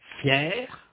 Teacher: le R de fier au masculin est prononcé